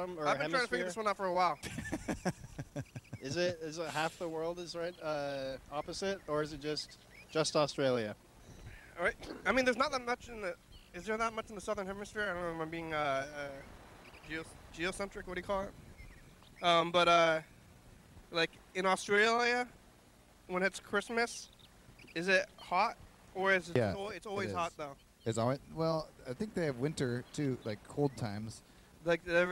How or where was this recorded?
outdoors